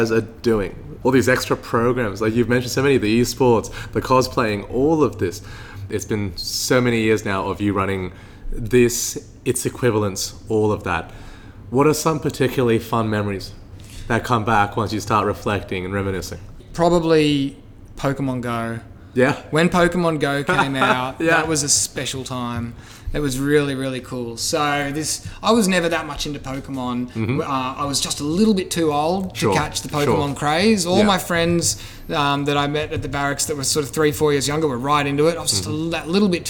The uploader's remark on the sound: Recorded inside 1Up.